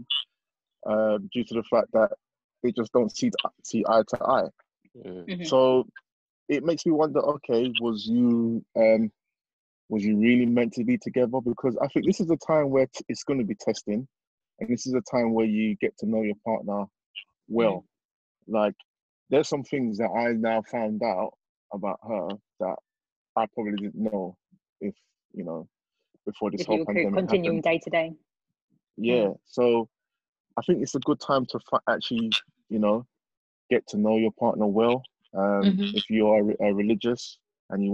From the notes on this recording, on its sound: Please excuse the sound quality, we recorded this via zoom as we are unable to record in our usual studio due to COVID-19.